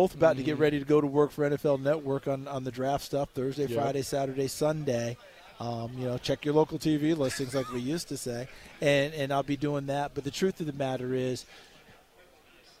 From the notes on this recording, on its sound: live from the NFL Combine